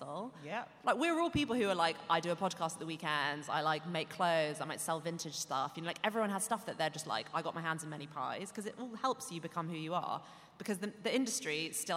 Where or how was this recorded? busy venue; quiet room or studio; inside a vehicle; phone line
busy venue